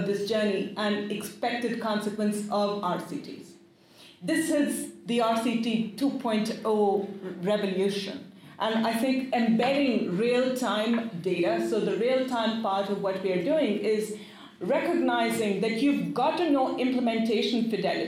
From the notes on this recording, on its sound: Australasian AID Conference, ANU. A Keynote panel at the Australasian AID Conference 2020. Barton Theatre.